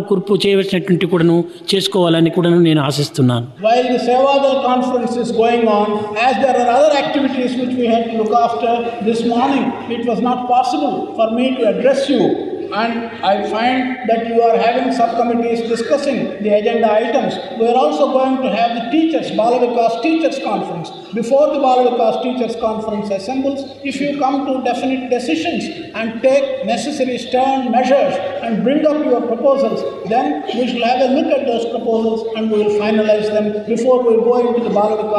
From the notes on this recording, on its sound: during inauguration of the Sevadal conference